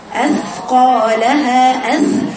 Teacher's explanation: يجب بيان همسها حتى لا تتشبه حرف الذال